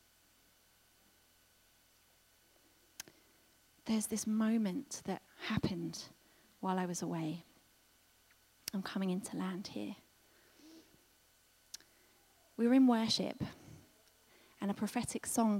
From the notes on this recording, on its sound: This was recorded at Skylark Church on 21st July 2019.